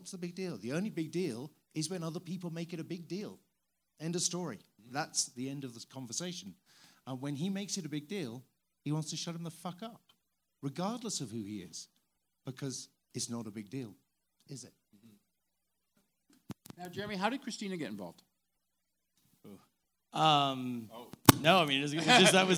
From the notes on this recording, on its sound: Talk shop following a screening of the series premiere at the Sundance Film Festival.